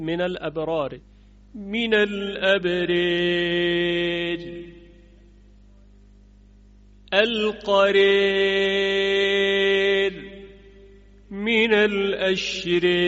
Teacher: پس این هم اماله حرف الفی که میان دو را قرار گرفته باشه و را آخری مکسور باشد